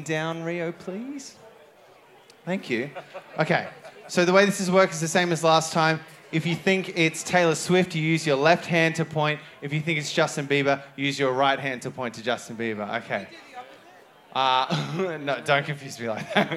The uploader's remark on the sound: Recorded The Triffid, Brisbane on May 21st 2023